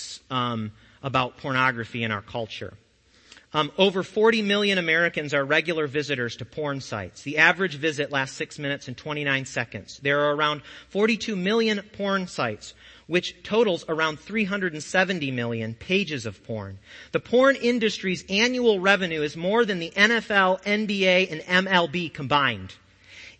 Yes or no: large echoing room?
yes